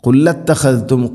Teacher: ഖുൽ അ സുക്കൂനുള്ള ലാമിന് ശേഷം ഹംസ വരുമ്പോൾ പ്രത്യേകം ശ്രദ്ധിക്കണം. ഖുൽ അ ക്ലിയറായിട്ട് ഹംസ വ്യക്തമായിട്ട് ഉച്ചാരണത്തിൽ കൊണ്ടുവരണം